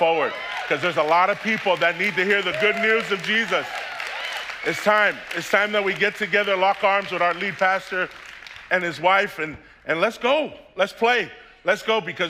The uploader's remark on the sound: preached on December 26th at the 10AM service